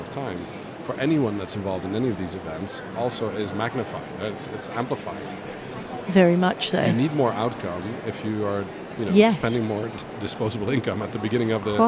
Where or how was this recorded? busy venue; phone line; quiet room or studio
busy venue